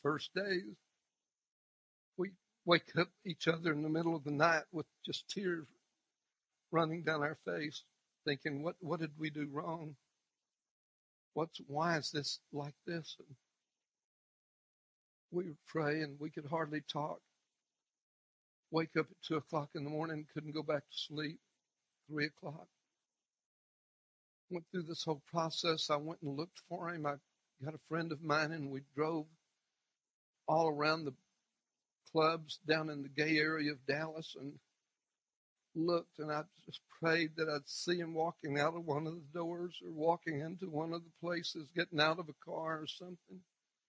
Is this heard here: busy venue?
no